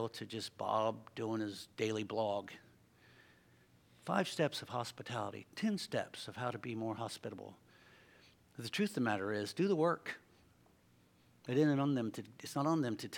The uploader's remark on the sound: LIVE Services at Sunshine